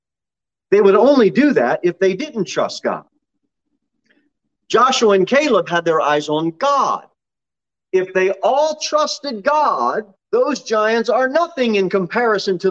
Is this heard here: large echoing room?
yes